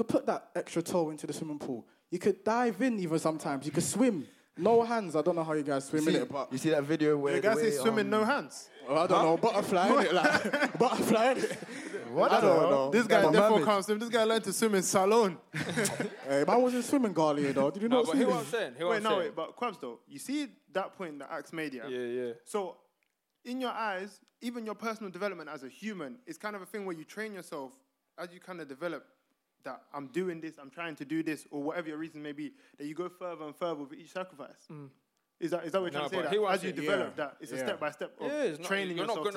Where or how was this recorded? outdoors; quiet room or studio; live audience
live audience